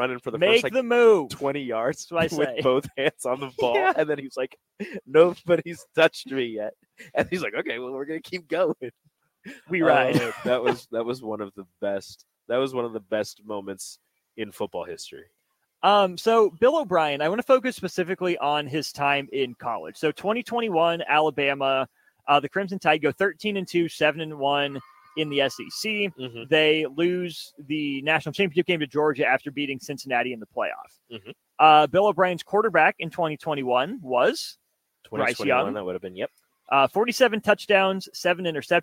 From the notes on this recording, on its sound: LIVE from CHI Health Center